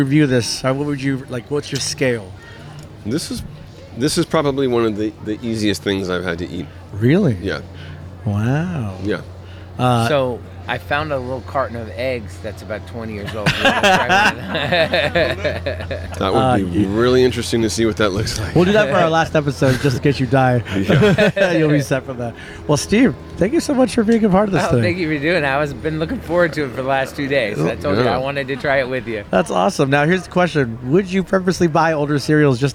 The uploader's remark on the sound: Live” From Bakersfield Comic-Con 2023.